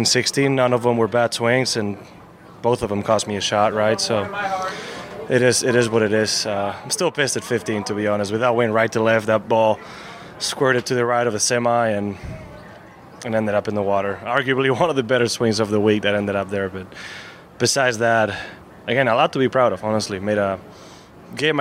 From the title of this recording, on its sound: "LIVE" FROM THE WM PHOENIX OPEN